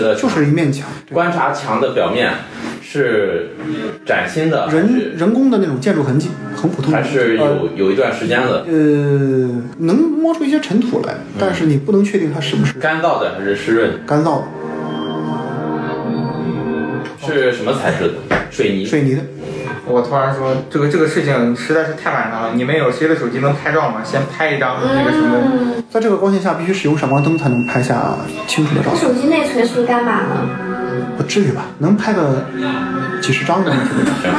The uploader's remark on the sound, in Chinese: 因为这次跑团时录制的设备并不专业，再加上环境和大家散座的位置，音质会比较差，调试之后改善不大。